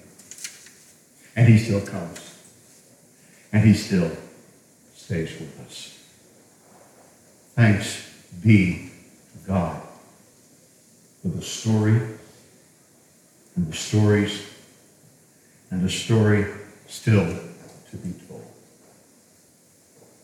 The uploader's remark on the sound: The audio is a bit different, as it was recorded in our historic meetinghouse.